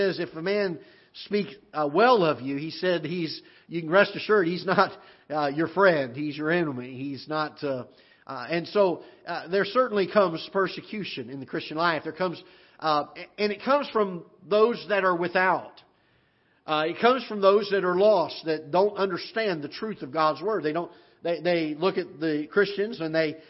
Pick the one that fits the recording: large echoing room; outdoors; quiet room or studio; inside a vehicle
large echoing room